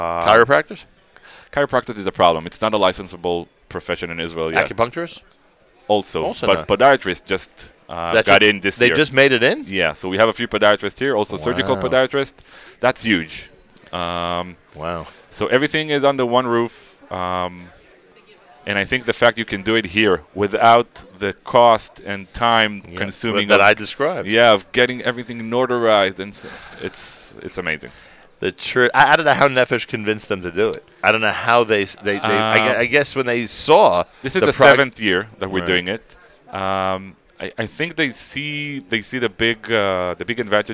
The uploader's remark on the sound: NSN Live from the 2019 Nefesh B'Nefesh Aliyah Mega Event in Teaneck, NJ